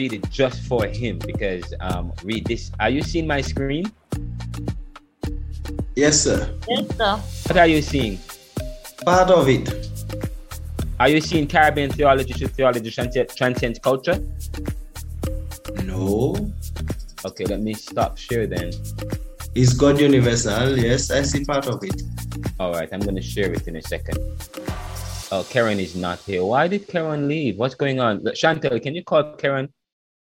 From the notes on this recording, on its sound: The Lecture delivered via the Zoom platform was dynamic and is infused with African drums, reggae music, and classical music in the backgrounds.